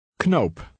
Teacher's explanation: In Dutch, the K is pronounced.